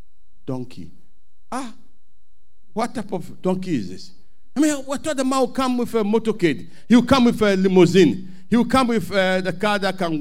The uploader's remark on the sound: Sermon preached at CBC